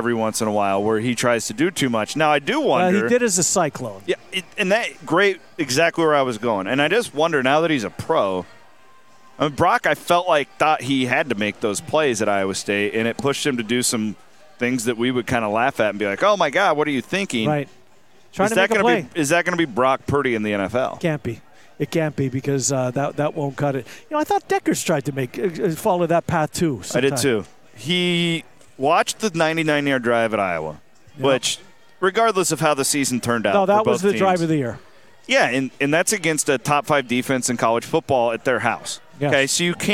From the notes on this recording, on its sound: Pair up to cover a TON of hot topics from the floor of Circa Sportsbook in Las Vegas.